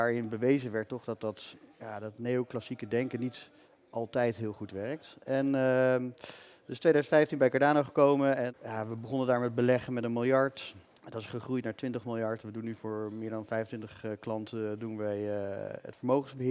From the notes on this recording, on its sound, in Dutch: live vanaf het cardano-podium op Fund Seminar 2023